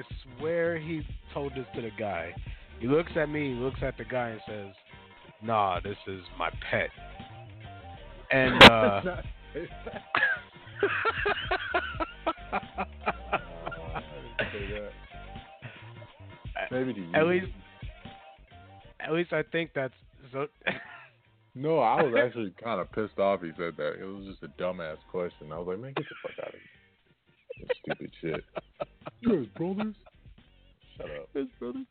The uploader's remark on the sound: Will call in for a live interview. 5 mics.